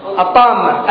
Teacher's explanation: الميم اللي هي الساكنة الأولى التي أدغمت في الثانية · Term: مثقل